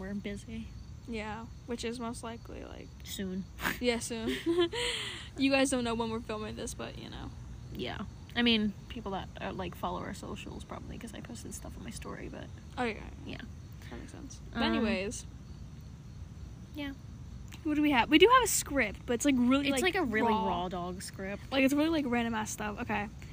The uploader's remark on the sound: are literally outside